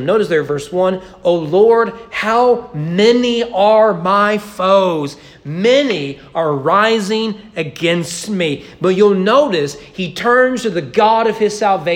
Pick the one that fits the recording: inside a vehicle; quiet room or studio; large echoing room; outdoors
large echoing room